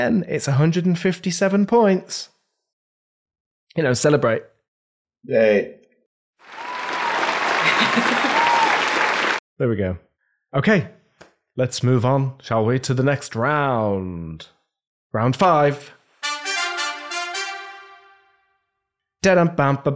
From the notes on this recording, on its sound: live from GopherCon 2021